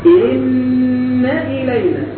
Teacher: أما هذه فهي حرف توكيد ونصب، إن إلينا، إن إلينا، إذا ما فيش ألف بعد النون، ننتبه لهذا، إن إلينا، تخطف النون مباشرة وتضع الهمزة بعدها بدون فاصل بحرف ماد